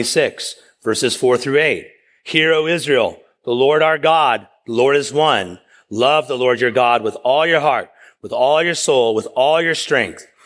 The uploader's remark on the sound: preached at East River Church